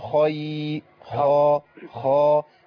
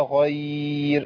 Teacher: الخاء لو ما مشيتش فيها النفس هتبقى غي